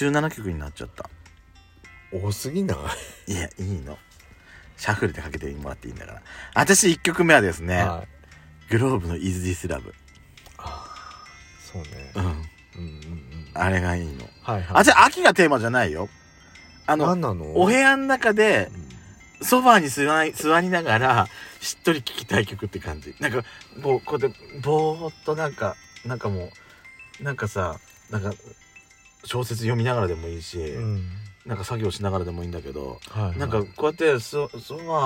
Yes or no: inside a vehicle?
yes